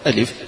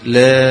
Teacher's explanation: ما فيش مد ولا غير، لكن في اللام تمد مدا طويلا، لام وست حركات مثل هذا شيء تقريبي، هذا القبض الأصبع أو بسط الأصبع هذا شيء تقريبي.